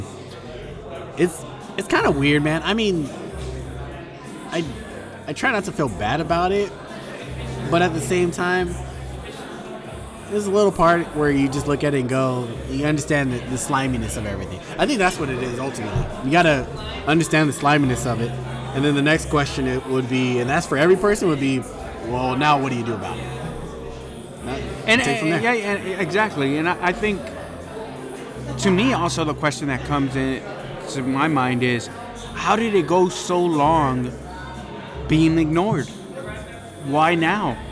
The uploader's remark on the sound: with some brews at 8th Wonder Brewery in Houston Texas